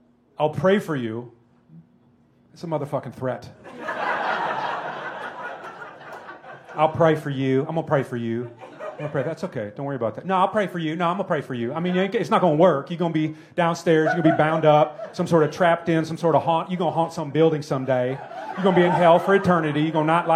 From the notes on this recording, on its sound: Recorded live from the Green Mill in Chicago.